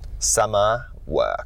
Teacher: Summer, work, not summer. You're not really fully enunciating that R in more final positions. And you almost have this, not gravelly, but it's almost like a throaty sound quality to her speech.